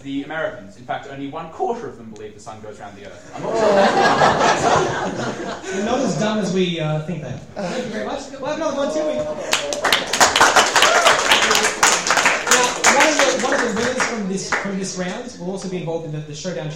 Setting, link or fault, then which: setting, live audience